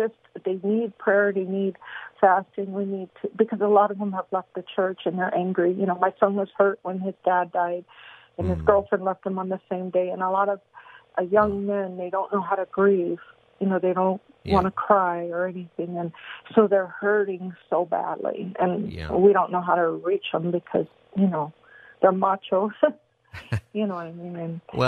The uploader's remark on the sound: Holds open phone Friday and takes calls from listeners on any topic.